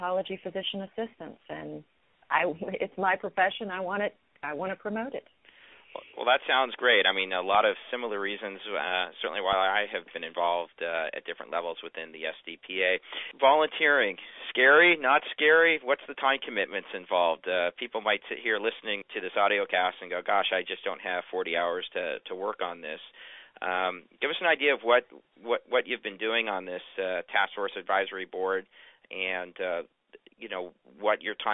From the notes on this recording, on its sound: Phone Interview.